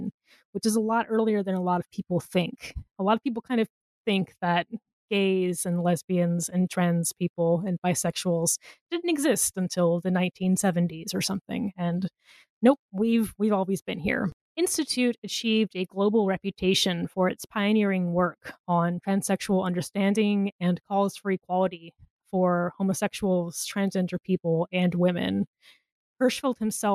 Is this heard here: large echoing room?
no